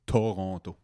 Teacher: L'accent dans Toronto est dans le premier to